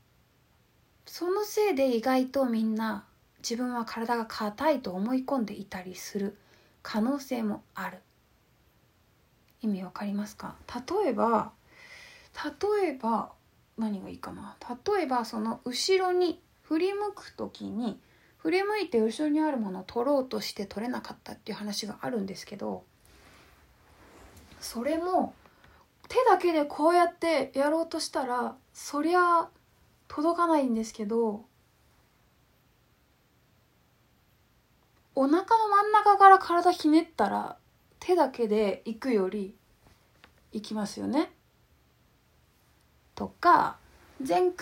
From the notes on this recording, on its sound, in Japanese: インスタライブの録音です。